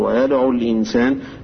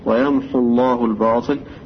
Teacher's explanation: فلما يلتقي الساكنان يحذف الأول منهما، فحذفت الواو في اللفظ